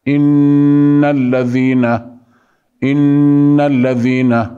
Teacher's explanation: مطلوب أن نخرج الغنة عند النون المشددة وهي بمقدار حركتين. إن الذين هكذا، هذه هي الغنة.